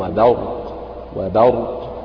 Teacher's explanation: فلابد أن ترقق الباء وتجعلها باء وليست ضاء، رغم أنها جاورت حرفين مفخمين هما الراء والقاف، لكن احرص على ترقيق هذه الباء.